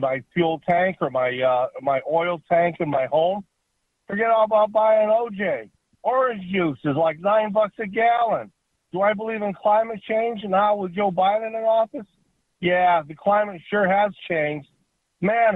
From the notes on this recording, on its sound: This hour is all RANTS, phone calls and fun!